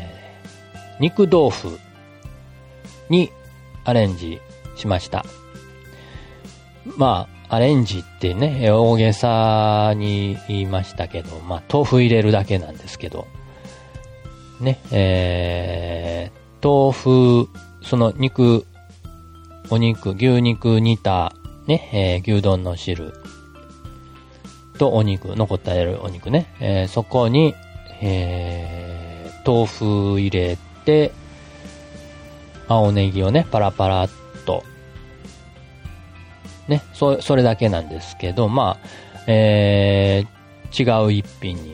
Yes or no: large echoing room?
no